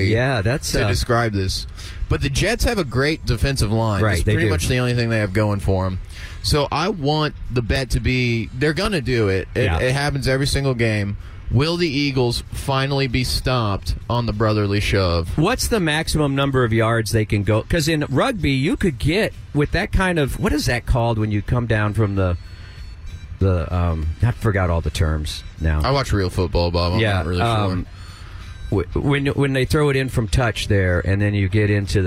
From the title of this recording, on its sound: Live From Republic Square